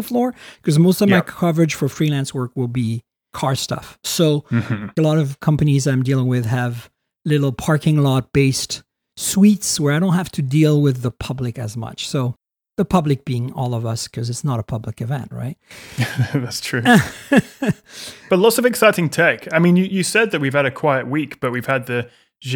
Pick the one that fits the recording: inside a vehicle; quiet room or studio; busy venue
quiet room or studio